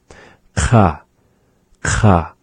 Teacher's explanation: kha is resembling that of a K sound, except again pronounced more backward in the mouth · Term: back sounds